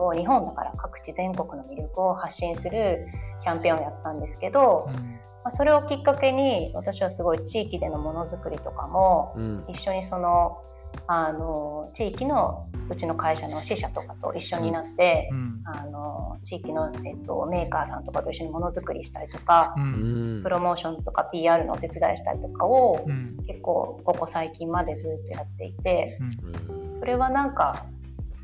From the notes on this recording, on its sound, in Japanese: 機材不良のため、定期的に雑音が入りお聞き苦しい箇所がございます。